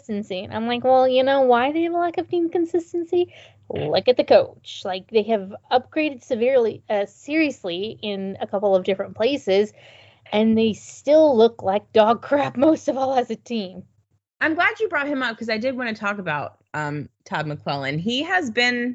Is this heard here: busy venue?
no